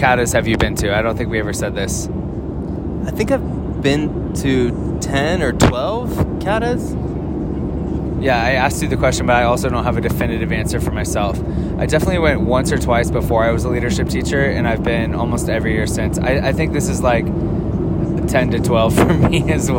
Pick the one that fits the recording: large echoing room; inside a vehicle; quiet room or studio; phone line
inside a vehicle